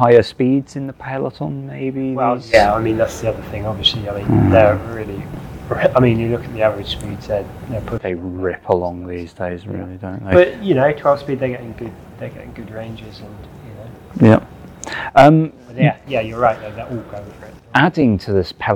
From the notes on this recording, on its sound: Live from the departure lounge (please excuse a rather enthusiastic French airport announcer who pops up occasionally)